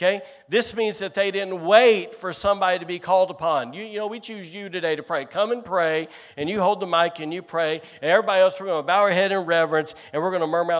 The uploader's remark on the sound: Recorded on Sunday, March 26th, 2023, during service at The Anchor Church in Rockport, Maine.